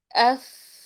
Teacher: طيب وفي الاول لا ما تحركت بالاول لما انقطفت، معناته عندك باطن الشفه السفلى محتاج يكون مع اطراف الثنايا العليا بدون ضغط حتى يخرج النفس ويكون رخاوه الحرف عندك. · Term: رخاوة